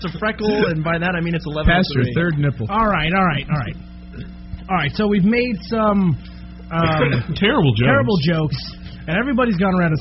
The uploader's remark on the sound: We apologize in advance for the low quality audio. There was an error with our recording device.